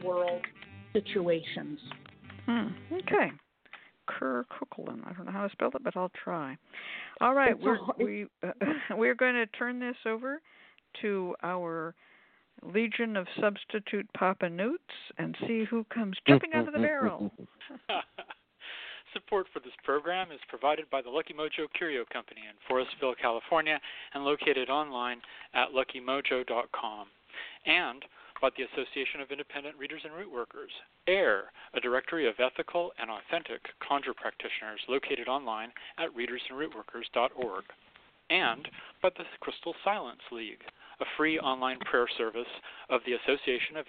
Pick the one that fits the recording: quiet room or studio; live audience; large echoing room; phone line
phone line